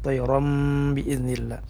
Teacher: Kemudian ada iqlab pada kata fayakunu tayram, tayram ini berubah suara jadi mim dan namanya iqlab ya. Nah ini bibir kita harus dirapatkan, tayram biiznillah.